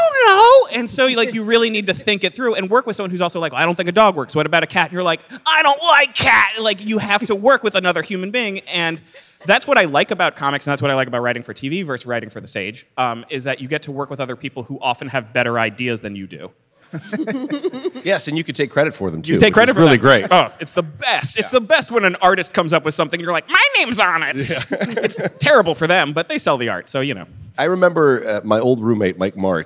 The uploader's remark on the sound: Live at New York Comic-Con 2018